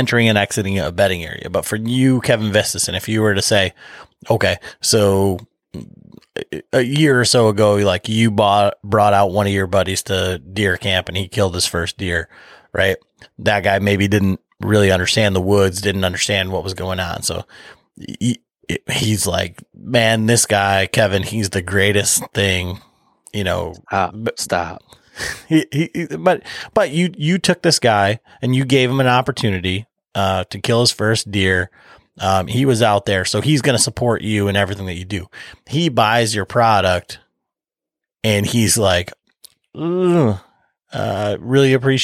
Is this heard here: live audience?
no